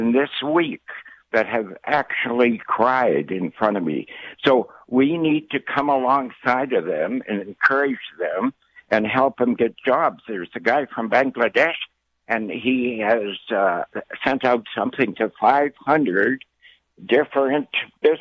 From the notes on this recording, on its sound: Every Friday we open the phone lines